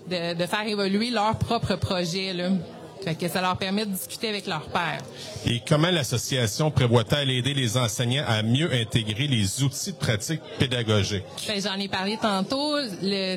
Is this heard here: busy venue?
yes